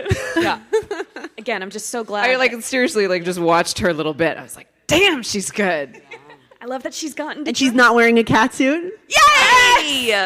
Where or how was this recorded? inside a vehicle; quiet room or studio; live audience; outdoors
live audience